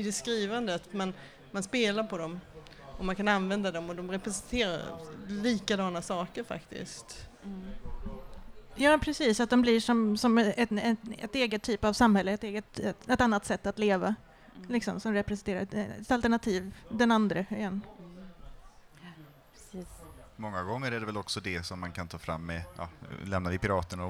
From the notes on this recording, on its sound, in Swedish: Bokmässan live. Fantastisk Podd Live på Bokmässan i Göteborg 2015.